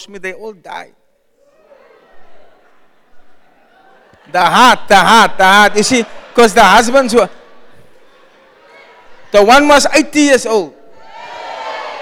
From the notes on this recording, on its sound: Preached at Zion Sanctuary, Cape Town